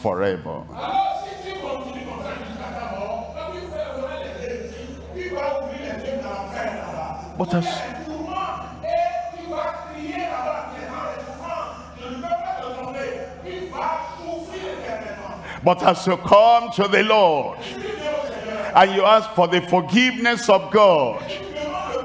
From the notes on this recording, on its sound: live from Lomé, Togo.